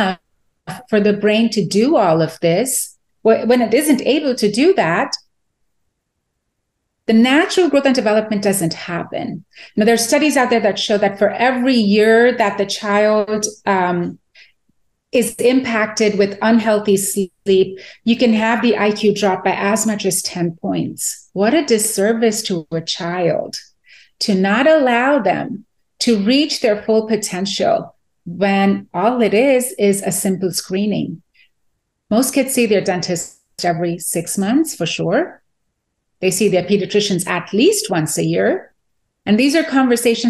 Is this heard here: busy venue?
no